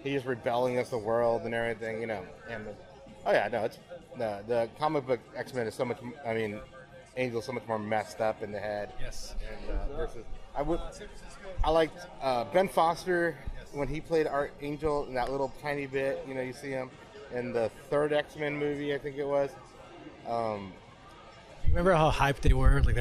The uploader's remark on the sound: Live” at StocktonCon Summer 2021